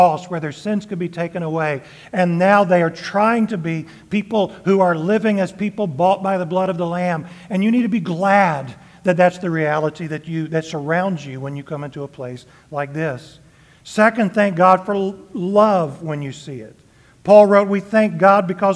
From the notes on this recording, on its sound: Sermon delivered on Sunday, June 25, 2023 at Hillcrest Church, Austin, TX.